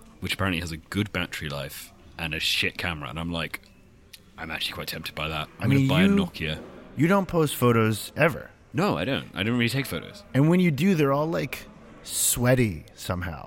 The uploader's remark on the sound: Crouched in the corner at Web Summit. From the comfort of his own home.